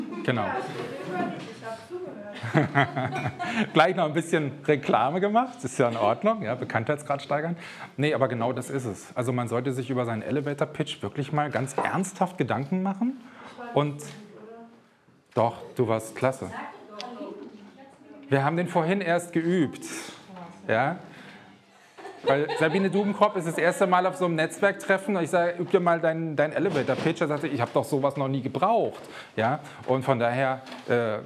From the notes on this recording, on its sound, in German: Live-Mitschnitt VGSD Vortrag Akquise. Hören Sie einen Live-Mitschnitt eines Vortrags bei der Regionalgruppe Berlin des VGSD zum Thema Akquise. (gekürzte Version).